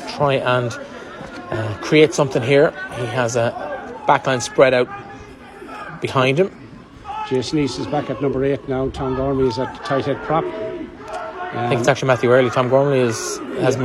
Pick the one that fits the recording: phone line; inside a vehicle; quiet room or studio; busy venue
busy venue